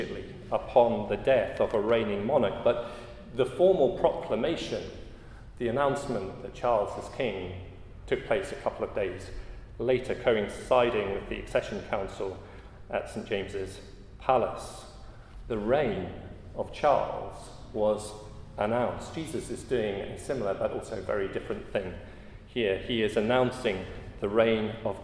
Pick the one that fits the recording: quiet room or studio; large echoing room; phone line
large echoing room